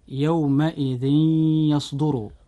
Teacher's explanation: كلمة يومئذ بها تنوين، وقد جاء بعد التنوين حرف الياء في كلمة يصدر، فهنا وقوع الياء بعد التنوين لابد أن يحدث الإدغام بغنة